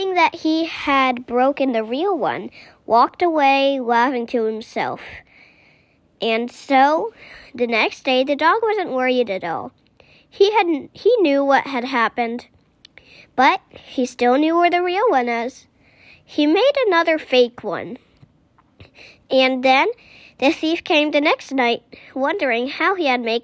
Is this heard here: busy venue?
no